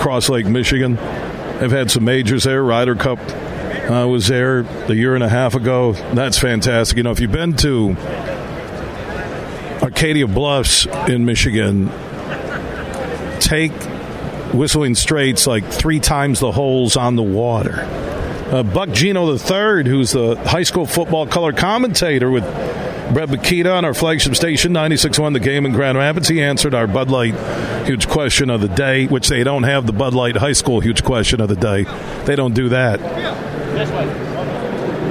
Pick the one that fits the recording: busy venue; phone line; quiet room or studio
busy venue